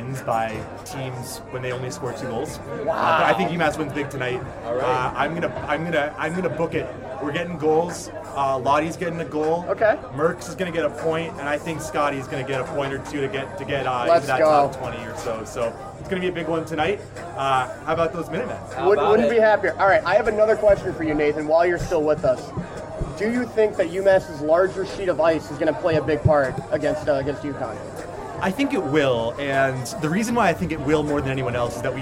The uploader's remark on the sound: Coming to you LIVE from the Hangar Pub and Grill in Amherst before the "Chill the Bill" game against UConn.